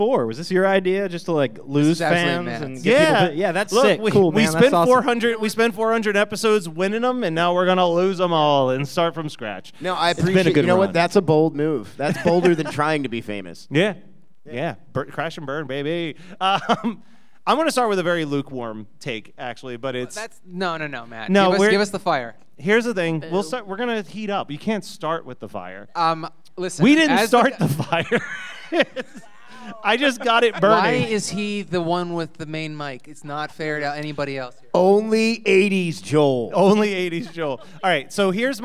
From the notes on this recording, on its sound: Live at Creature Feature Weekend. We recorded a live panel at Creature Feature Weekend in Gettysburg.